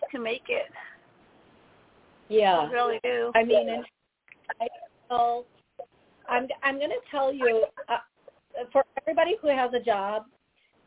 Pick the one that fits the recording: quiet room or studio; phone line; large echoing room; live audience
phone line